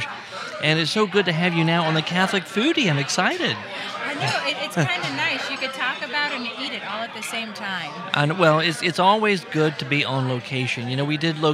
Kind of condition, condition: setting, busy venue